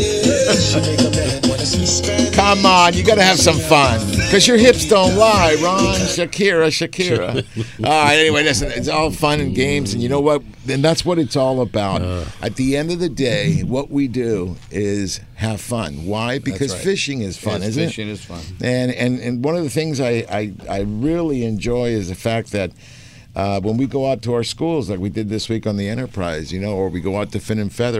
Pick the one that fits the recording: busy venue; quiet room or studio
busy venue